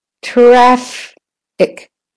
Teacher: The IC is quick. So the vowel isn't as clear.